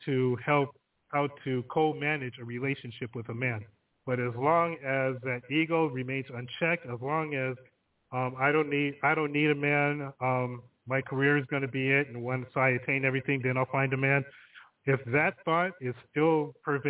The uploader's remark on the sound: The phone lines are open all show again!